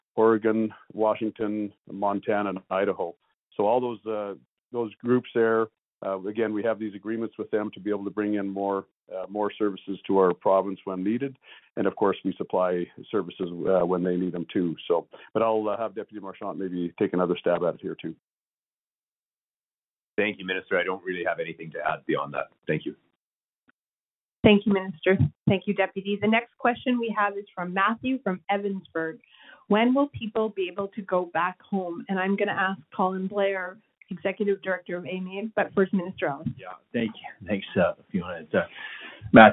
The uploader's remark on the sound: Wildfire Evacuee Information Telephone Town Hall. Albertans evacuated due to the wildfires are invited to join a nightly telephone town hall for situation updates and answers to questions.